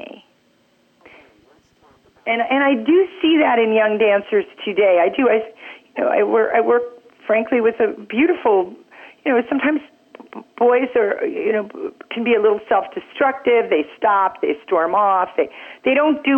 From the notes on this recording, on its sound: Frankly, I was a little nervous dialing the phone on this one.